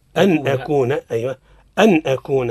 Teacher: مال دائما أبدا النون الساكنة التي فوقها سكون، يعني غير مجردة من السكون، أتابع أو التنوين نجده مركبا، أتى بعدهما أحد حروف الحلق الستة حكمهما الإظهار. الإظهار من غير غنة، ليس فيها غنة